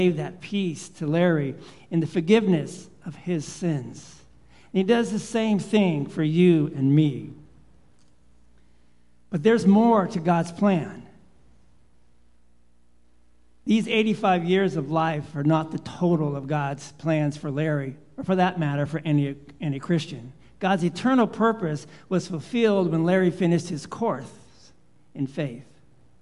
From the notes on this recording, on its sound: Live Worship Service